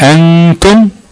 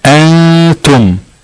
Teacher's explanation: انا في لساني ما بيلمش مخرج النون وهو مستعد لنطق مخرج التاء، وبعد كده بخرج الغنه · Shown in: second take · اللي مقدارها حركيه انتم. · Term: الإخفاء